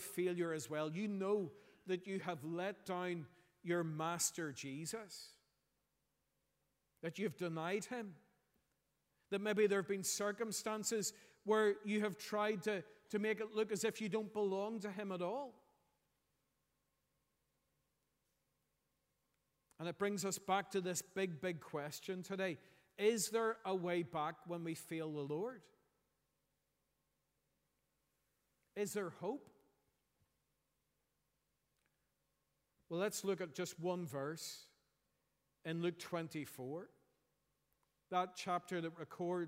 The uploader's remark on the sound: preached at our Easter Sunday morning service